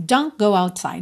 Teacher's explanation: Você não ouve o T de don't. Por quê? Porque é uma consoante oclusiva, que pode aparecer mais, menos ou nada.